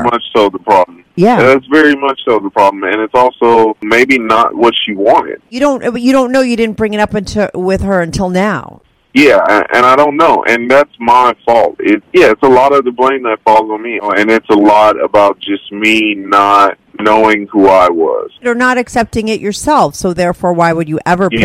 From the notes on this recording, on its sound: he called in to talk all about it